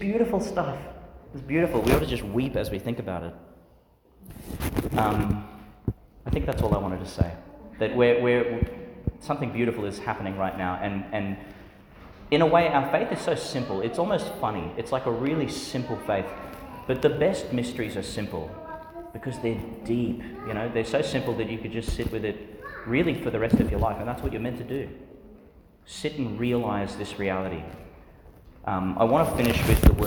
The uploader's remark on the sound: Homily for Ascension Sunday, delivered in St Peter Chanel Church, Tannum Sands, Qld.